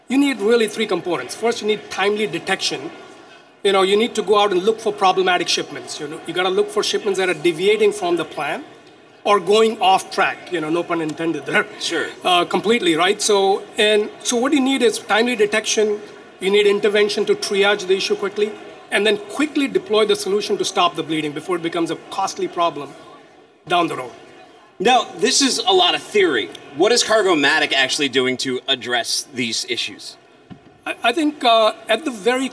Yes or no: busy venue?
yes